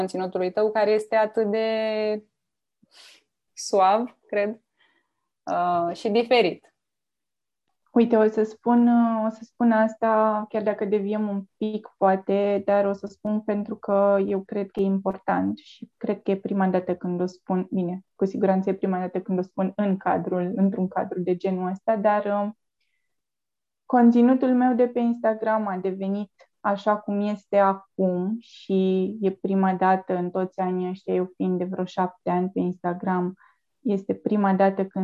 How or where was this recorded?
video call